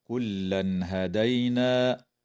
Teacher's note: إظهار حلقي للتنوين عند الهاء